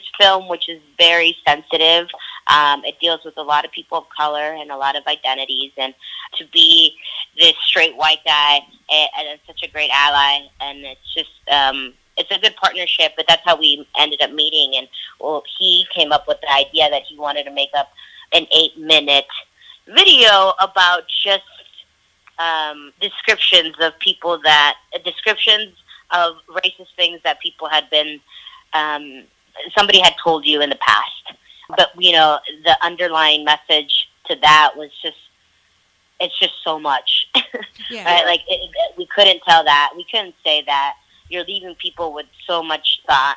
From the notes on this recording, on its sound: Couldn't get them in the studio, so we had an audio three-way and I interviewed the co-directors of the documentary film "You Racist, Sexist, Bigot." via phone!